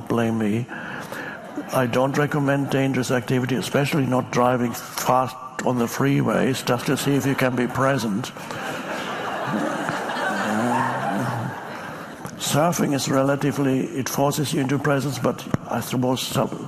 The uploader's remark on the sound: Another audience member asks